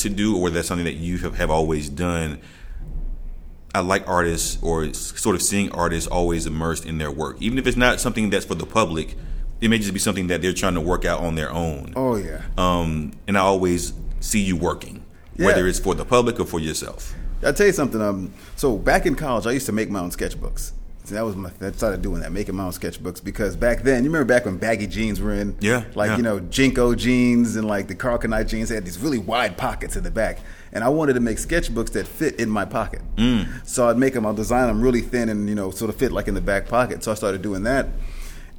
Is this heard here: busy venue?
yes